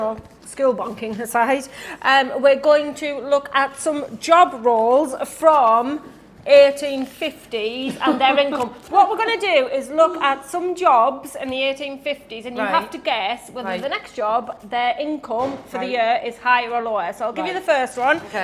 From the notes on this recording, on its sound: Join us for a very special 'back to school' episode jam packed with fun finance facts, lots of games and even a live audience!